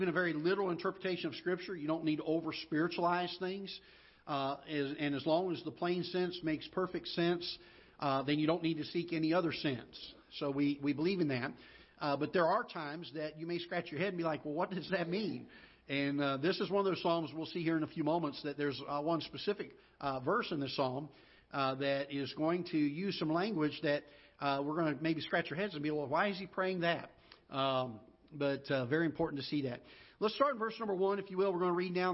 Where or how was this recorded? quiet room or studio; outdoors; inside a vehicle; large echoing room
large echoing room